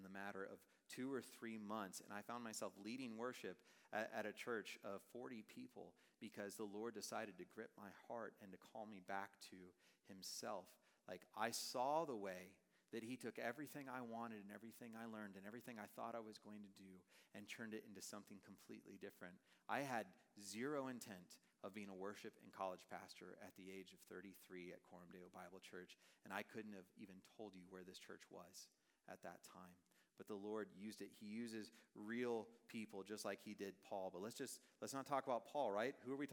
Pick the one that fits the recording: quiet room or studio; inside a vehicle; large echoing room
large echoing room